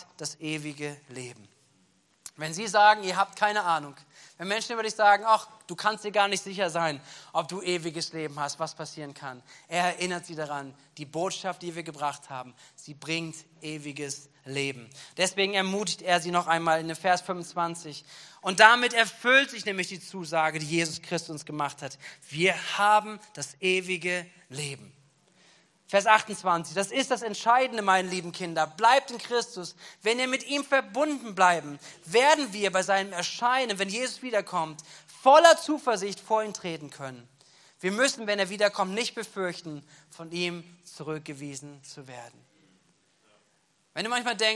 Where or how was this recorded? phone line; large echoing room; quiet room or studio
large echoing room